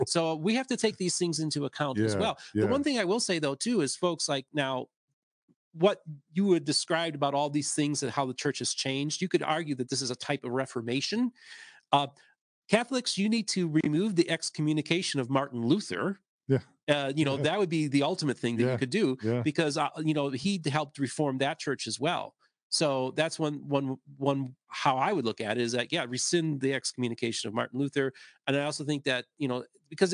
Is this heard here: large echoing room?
no